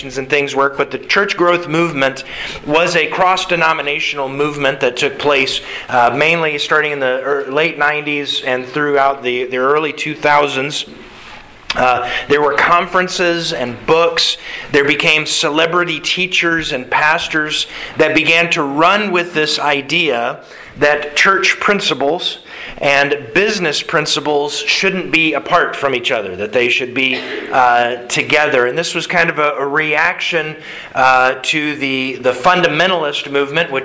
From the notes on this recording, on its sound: Sermon delivered to the Galena Bible Church Sunday October 10th, 2021